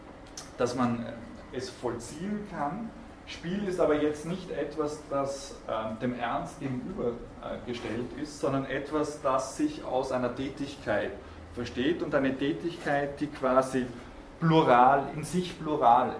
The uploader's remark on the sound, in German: Diese Vorlesung wurde von Studierenden aufgenommen